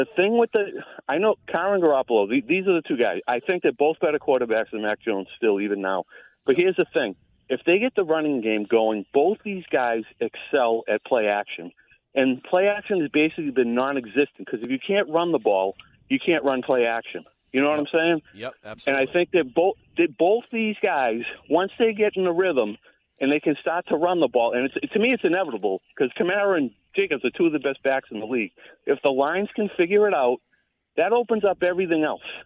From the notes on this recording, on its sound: take your calls texts and tweets live on the air